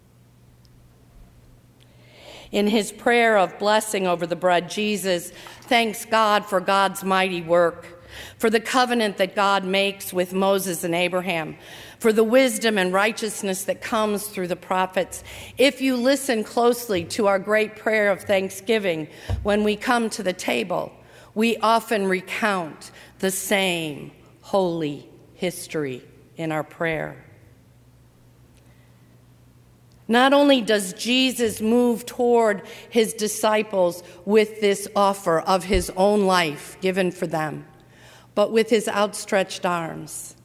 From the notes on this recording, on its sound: during the 7:00 PM service on Thursday April 18, 2019, at First Presbyterian Church of Arlington Heights, Illinois